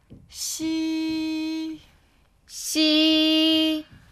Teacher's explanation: 是不是又和气流有关？没错，我们之前学过 bo、po、de、te、ge、ke，每一组的第二个音气流都更加明显。今天也是一样，鸡的气流比较弱，七的气流更明显。我们还是可以把手放在嘴巴前面试一下。大家先读鸡，再读七，鸡，七。读七的时候，你会感觉到更明显的气流。再来一遍，鸡，七，鸡，七。很好，所以今天第一组需要特别注意的区别就只是七的气流更加明显。第三个声母就是西，西和刚才的鸡和七发音位置也比较接近，但是它和前两个音不一样，发西的时候不需要先把气流挡住再放开，气流会持续从舌头和上面的口腔之间通过。大家听西，西，这个声音可以再稍微拉长一点，西，西。而鸡和七就不能像这样一直拉长，所以这也是一个简单的区分方法。现在和一放在一起，西，西，大家一起，鸡，七，西，鸡，七，西。再慢一点，鸡，七，西。我觉得这三个声音真的很像，刚开始学习的时候很容易混在一起。这很正常，我们可以这样来